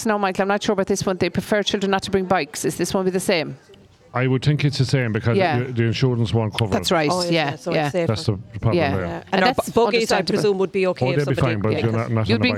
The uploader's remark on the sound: broadcast live from the the Fair green at the Scariff harbour festival 2023